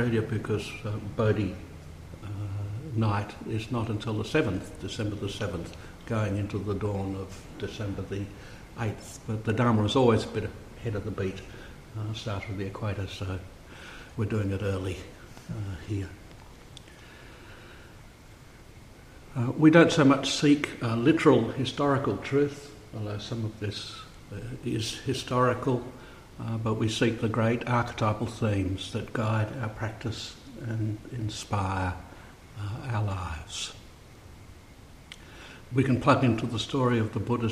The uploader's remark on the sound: A Thursday night Dharma talk. Delivered at St Paul's in Beaconsfield.